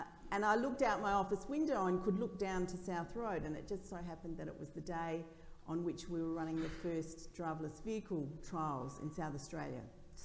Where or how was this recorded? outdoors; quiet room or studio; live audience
live audience